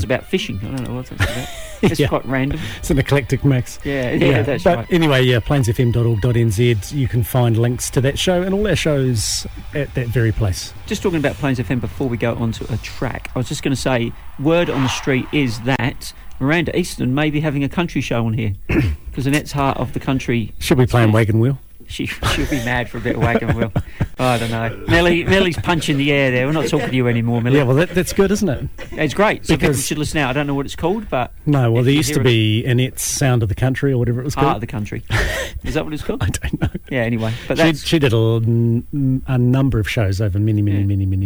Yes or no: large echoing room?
no